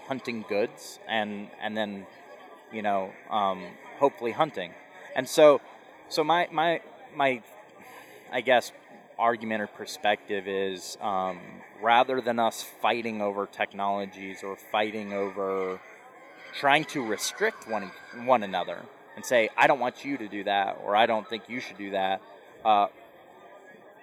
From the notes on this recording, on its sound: This episode was recorded at the latest Duck Hunters Expo in Little Rock, AR.